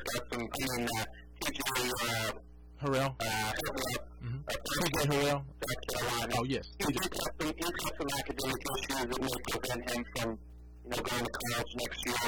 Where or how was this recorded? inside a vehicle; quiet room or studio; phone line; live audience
phone line